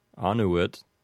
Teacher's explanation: the last two syllables in the word anuit are both short, which would put the accent on the first syllable of the word